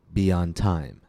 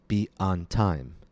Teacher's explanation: If English is not your first language, you may be breaking in between the words be and on. Be on connects the vowel sound E to the vowel sound A. The air flows continuously. · Shown in: first take · I do not break my airflow and say, be on time.